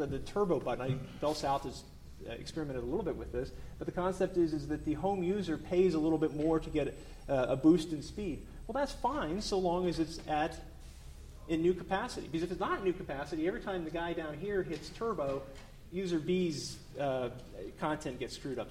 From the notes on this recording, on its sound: The Federalist Society's Telecommunications Practice Group presented this panel discussion at the 2006 Annual National Lawyers Convention.